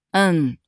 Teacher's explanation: 它还能读三声嗯，就表出乎意料或是不以为然